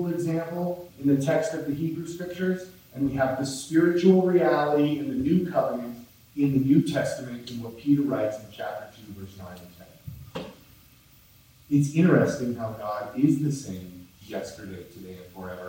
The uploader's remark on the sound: Please Forgive Us We Had Some Audio Malfunctions, The Audio Is Rough!!!